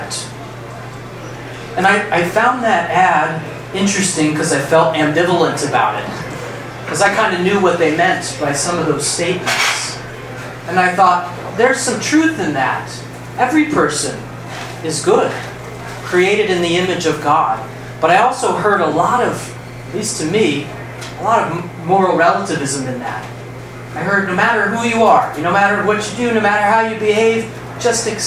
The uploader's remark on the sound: Arlington TOT is held on the 2nd Monday of each month at O'Sullivan's Irish Pub located at 3207 Washington Blvd., in Arlington, VA.